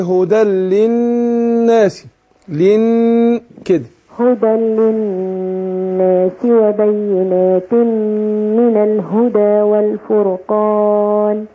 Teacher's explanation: النون المشددة بتغن حركتين